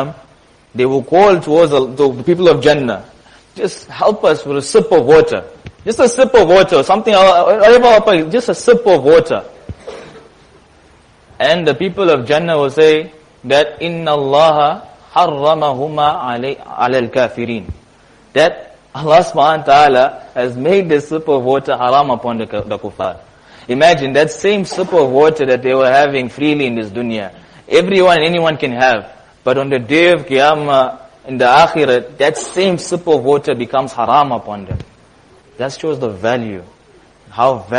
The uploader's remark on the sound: Jumuah Lecture at Masjid Nur ul Huda 06 January 2023